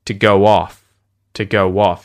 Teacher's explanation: I have a feeling it may be the preposition that's getting more of the stress here. · Term: primary stress